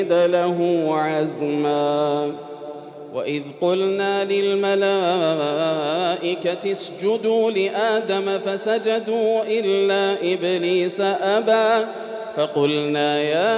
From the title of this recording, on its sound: 21st Ramadan 2020 Taraweeh Prayer in Masjid Al Haram, Makkah, Saudi Arabia